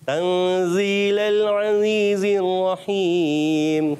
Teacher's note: اچھا بعض بچے زا کی ادائیگی جو ہے نا تنزیل کر دیتے، زیل کیا، زا کو زال جیسا پڑھ دیتے ہیں